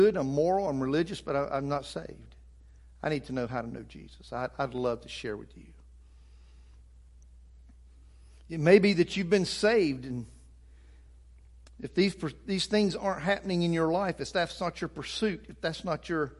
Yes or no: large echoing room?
yes